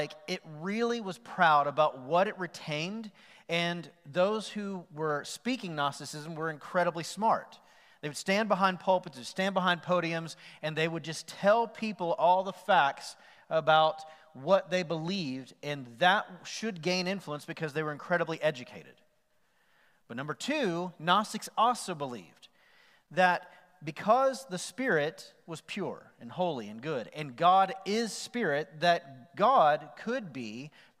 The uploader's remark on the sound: Recorded live on November 8, 2020 at The Fellowship at Mt Juliet.